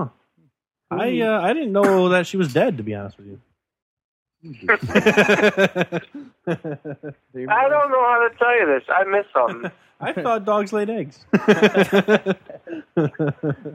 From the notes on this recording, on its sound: on the phones